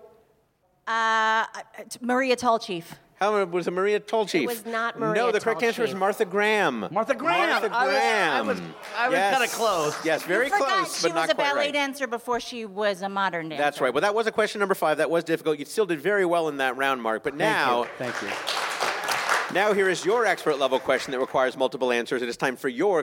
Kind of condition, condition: setting, busy venue